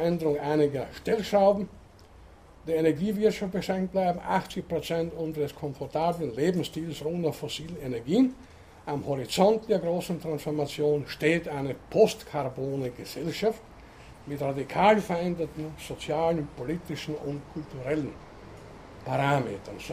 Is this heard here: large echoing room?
yes